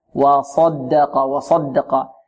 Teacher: كذلك وصدق نحذر من ضم الشفتين في الصاد